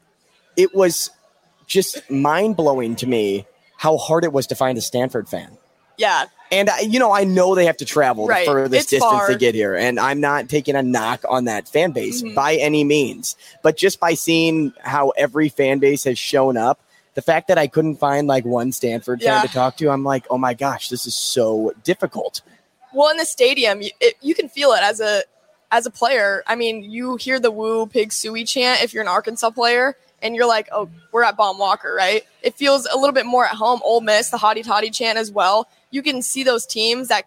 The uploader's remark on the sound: Live From Zipline Brewery. Live at Zipline Brewery in downtown Omaha.